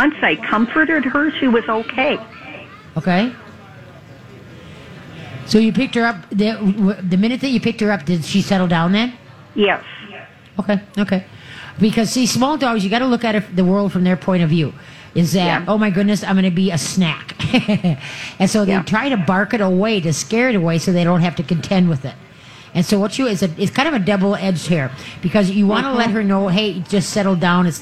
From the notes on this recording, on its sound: LIVE from the Great MN Get Together!